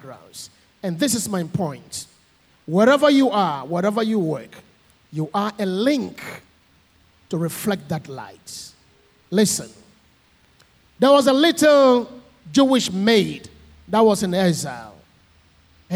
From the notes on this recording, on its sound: Sermon preached at CBC Adabraka Campus